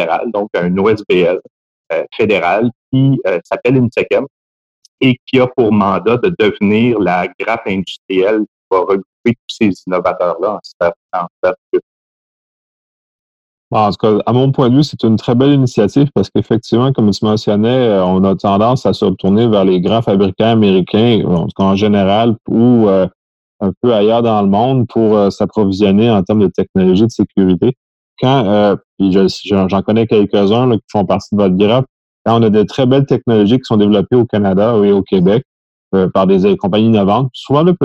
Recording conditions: video call